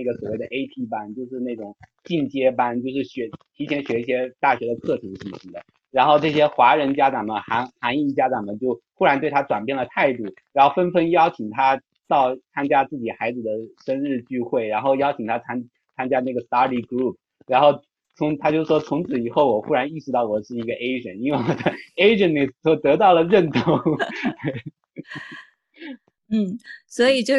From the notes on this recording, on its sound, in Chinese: 音质依然抱歉。